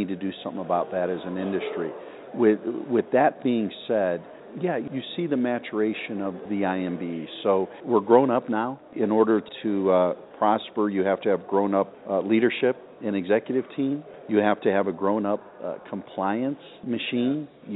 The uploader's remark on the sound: Today we are broadcasting "live" from the National MBA Convention in San Diego from the D+H booth.